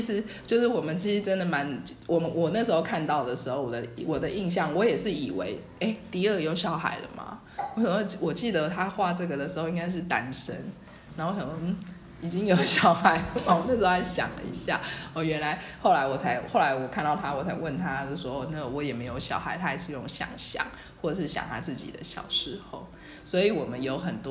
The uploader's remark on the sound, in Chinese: 在書店有一場快樂的對談。剪輯和錄音新手的我們花了一個多月的時間慢慢地整理剪接。